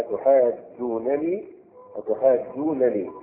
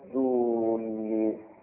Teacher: يعني بإدغام نون الجمع في نون الوقاية · Shown in: second take · لأن أصلها أتحاجونني أتحاجونني نون الجمع أدغمت مع نون الوقاية فصارت